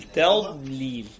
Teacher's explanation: التاء مرققه والضاد فخمه فانت بترقق التاء وترجع بسرعه تفخم الضاد تقول تضليل وبعدين ترقق اللام احسنت ده مش مشكله ان شاء